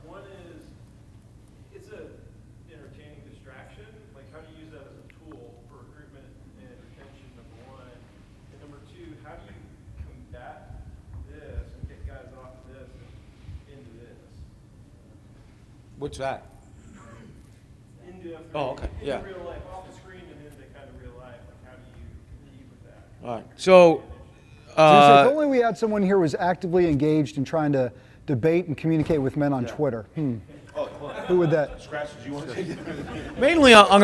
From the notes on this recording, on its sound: Live! From The F3 10 Year Anniversary.